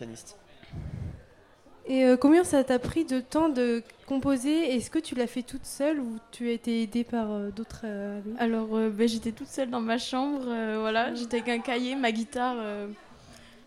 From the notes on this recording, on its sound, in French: Delta Fm est présente sur le Nouveau Festival 2022, les 11 et 12 mai, au Rocher de Palmer à Cenon (33).